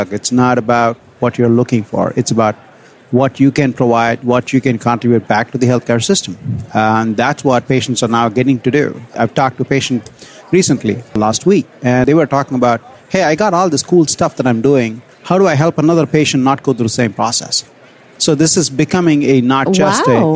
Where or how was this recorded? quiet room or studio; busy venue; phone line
busy venue